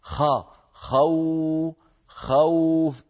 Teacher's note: يعني أنا لما أقول قول، خوف، انظروا خا، خو، خوف، أبدأ بخاء مفتوحة، فإذا ما انتهى زمن فتحة الخاء بدأ صوت الواو · Term: الواو اللينية